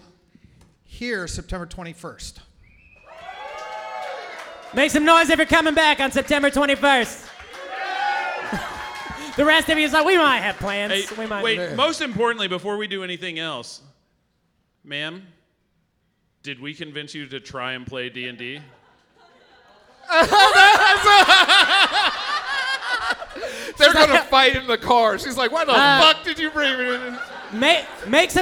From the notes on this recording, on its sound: Live Show at Stand Up Live Huntsville. Recorded live at Stand Up Live in Huntsville, Alabama. Playing the world’s greatest role-playing game live on stage.